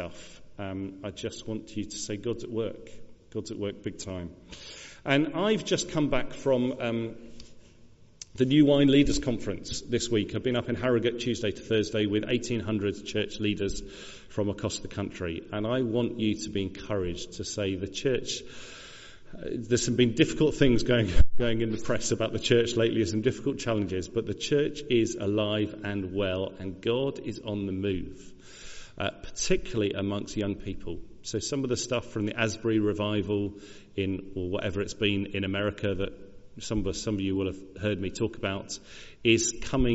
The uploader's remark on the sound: Recorded at the 10:00 service on Sunday 5th March 2023 at All Saints Church, Malvern.